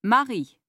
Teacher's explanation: The French consonant R is not at all like the English R. It is pronounced at the back of the throat. · Term: La consonne R